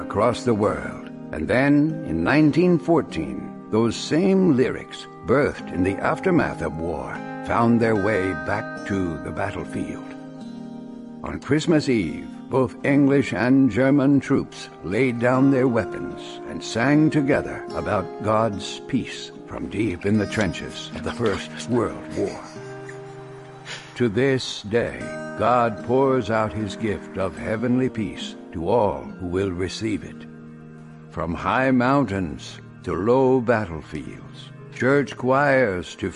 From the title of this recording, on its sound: Christmas Eve Service 2020 - Audio